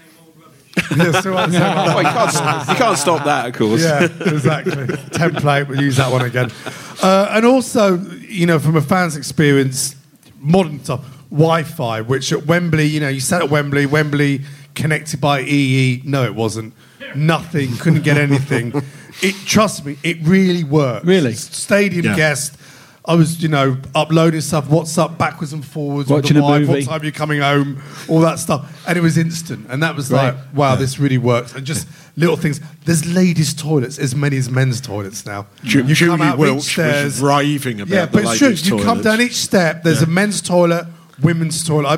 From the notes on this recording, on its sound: In front of a live audience at #SpursShowLive.